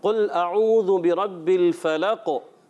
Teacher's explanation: कलकला में क्या होगा, काफ में कलकला होता है, आवाज़ लौट कर आती है।